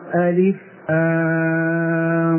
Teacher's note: بإدغام الميم في الميم مع الغنة